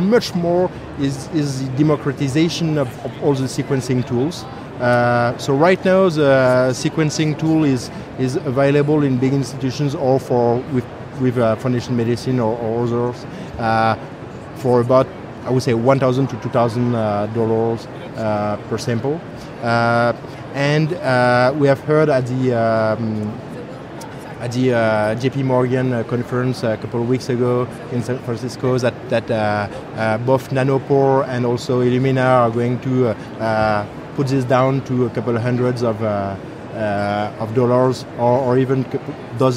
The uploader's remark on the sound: LIVE From #HiMSS17